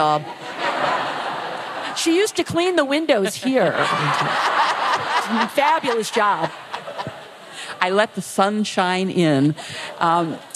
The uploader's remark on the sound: Live in Austin, TX. Live at TribFest in Austin, Texas!